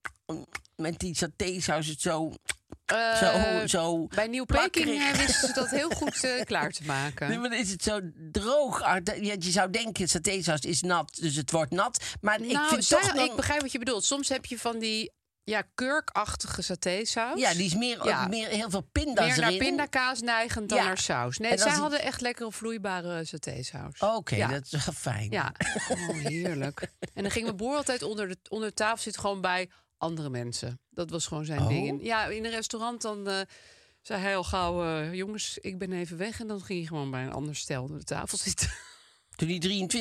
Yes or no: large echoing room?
no